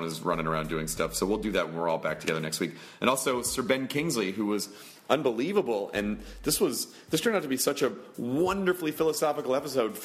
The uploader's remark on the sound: Live from SDCC